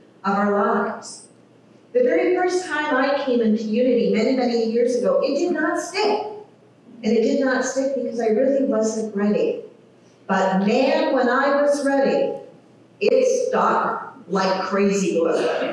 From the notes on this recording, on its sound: Technical issues with audio.